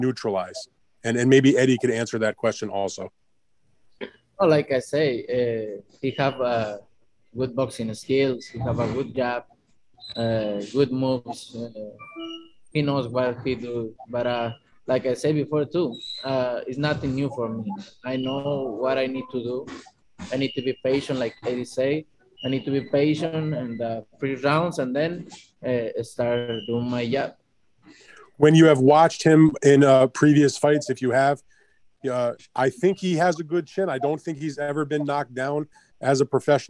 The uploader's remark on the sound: will hold a Zoom conference call